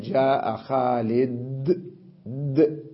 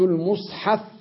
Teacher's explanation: من العرب من يقف عليها بتشديد الحرف ولو كان هو في الأصل غير مشدد، يعني غير مضاعف، ليس دبل ضعف الدال، خالد ليس مشددا، من العرب من يقف عليه بالتشديد فيقول جاء خالد، خالد إذا وصل، لما يقف على هذا المتحرك يقول جاء خالد د، يشدد الدال، جاء خالد، تمام.